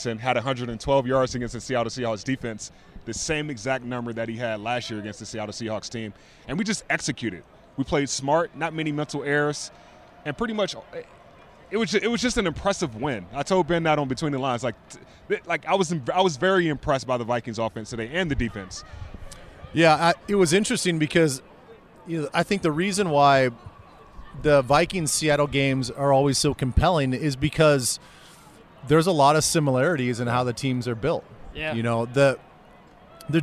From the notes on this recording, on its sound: Bank Stadium live from the Vikings sideline after the game.